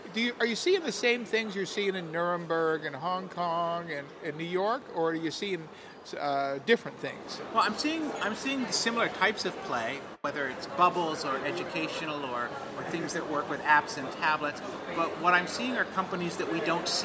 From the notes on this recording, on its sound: From the Guangzhou Toy & Edu Fair. Recorded on the floor of the show in Guangzhou, China.